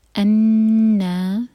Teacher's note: آگے ہے قالو، لو چار حرکہ لمبا، مد منفصل. انا، نا دو حرکہ لمبا، چھوٹا نہ ہوئیے